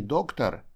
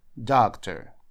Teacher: Вот это окончание OR в конце – это безударный звук шва в английском языке. Он читается как а-а-а. Вот так вот коротко. · Shown in: second take